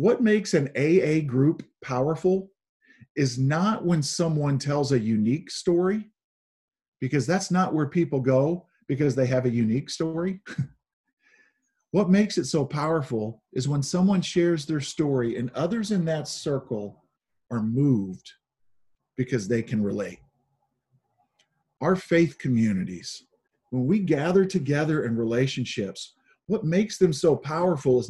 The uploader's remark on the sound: Zoom Sunday.